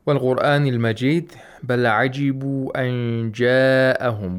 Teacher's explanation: We have إخفاء of Nun Sakina in the phrase أن جاءهم. Okay, the noon is pronounced with ikhfa, where we have to approximate the place of articulation of jim. And after this, the word ja'ahum, we have matul muttasil.